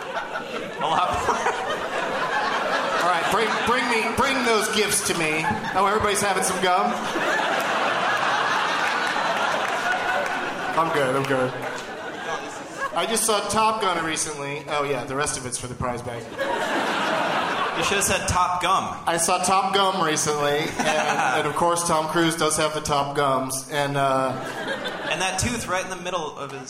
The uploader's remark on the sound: Live from the Gramercy Theatre in New York City